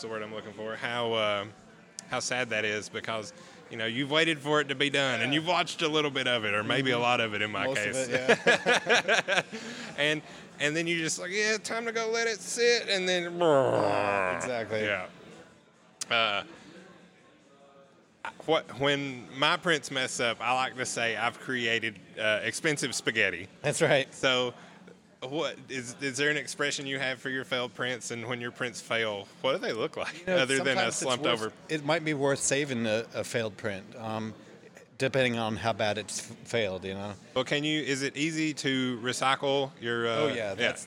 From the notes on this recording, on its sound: We sat down for a pint